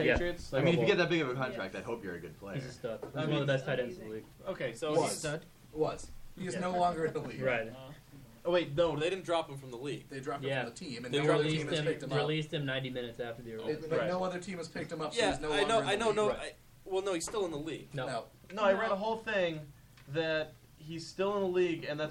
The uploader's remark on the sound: We are live from The Medway Lotus! We apologize for the lack of quality.